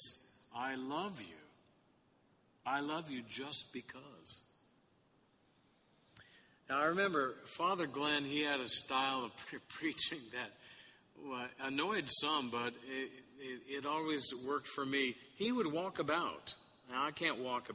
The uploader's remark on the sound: Sermon Audio from the Sixteenth Sunday after Pentecost service at St. Francis Episcopal Church.